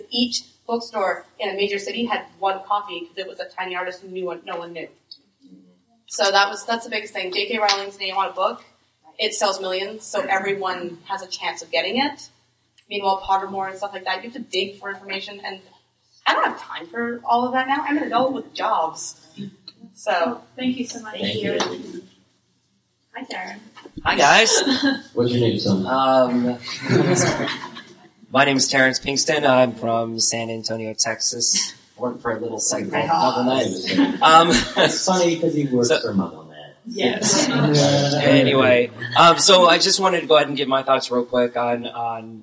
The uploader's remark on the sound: Live at LeakyCon Orlando